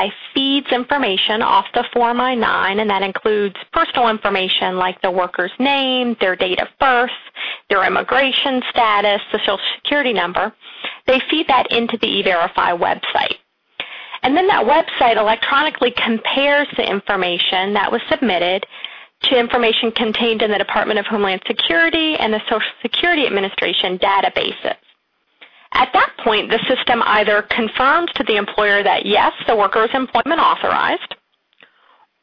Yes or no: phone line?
yes